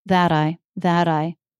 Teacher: It's a flap because the T comes between two vowels. · Term: flap T